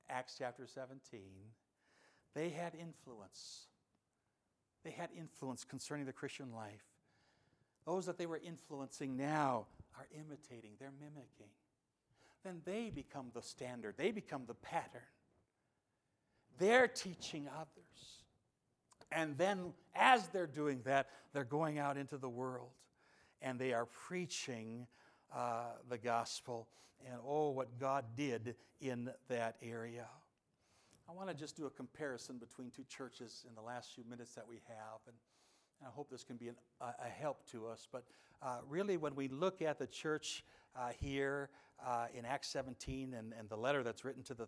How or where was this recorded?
large echoing room